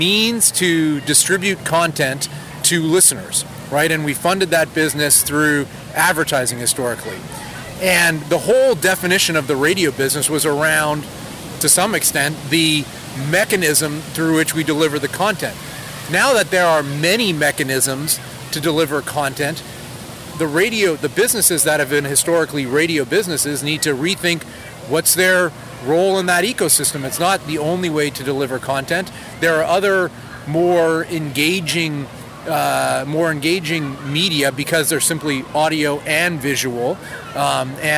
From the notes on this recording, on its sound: Takes a walk on The Freedom Trail in Boston.